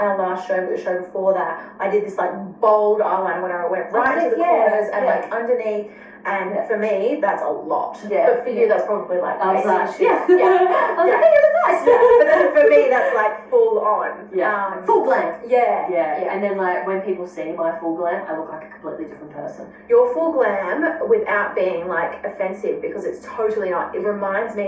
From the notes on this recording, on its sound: Sorry about the echo, its super annoying however i have fixed the issues.